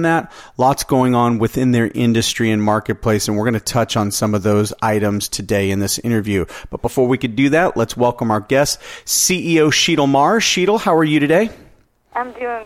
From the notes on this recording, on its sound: called in to SmallCapVoice